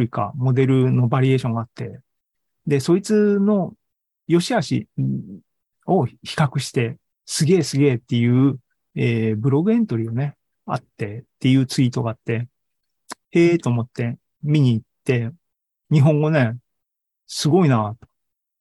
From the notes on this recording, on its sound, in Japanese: ２０２２年１０月２６日に開催した ZOOMライブの模様です。